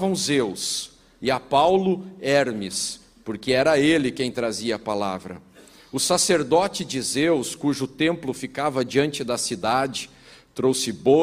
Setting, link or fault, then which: setting, large echoing room